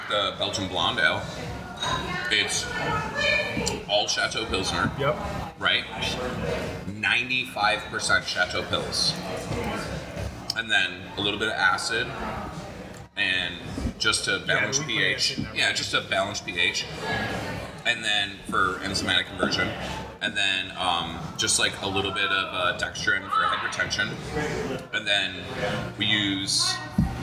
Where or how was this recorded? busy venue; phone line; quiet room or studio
busy venue